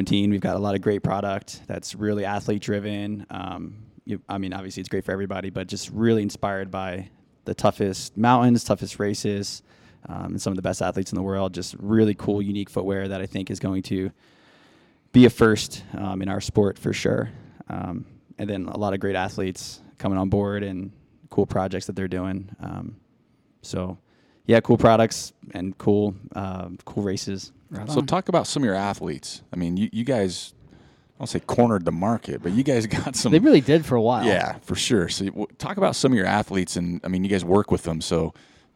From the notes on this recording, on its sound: We once again found ourselves walking the hallowed halls of AmerSport in Ogden, Utah.